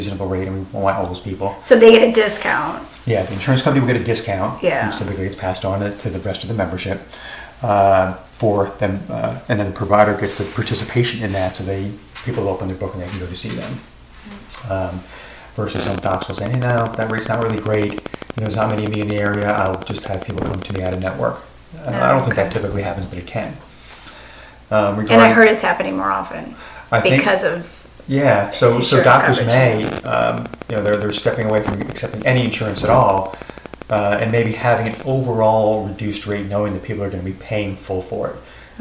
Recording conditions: background noise